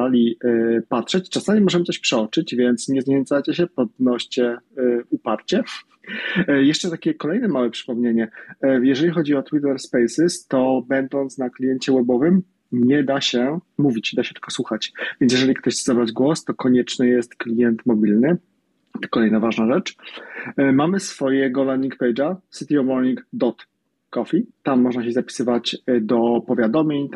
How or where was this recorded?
video call